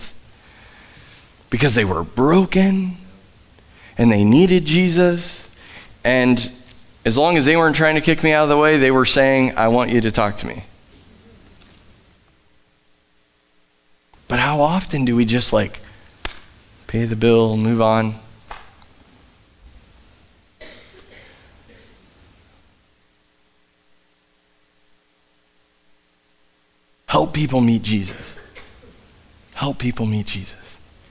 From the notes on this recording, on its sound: Live from The Summit Church in Dover, OH